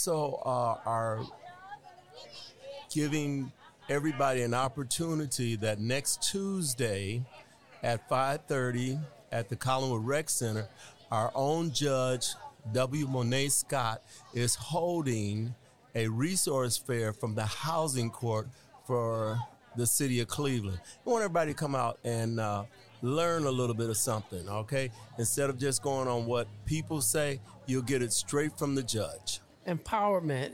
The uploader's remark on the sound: This special podcast was recorded on location at the 7th Annual Collinwood Resource & Empowerment Fair. In partnership with our host, Peoples Church of God In Christ.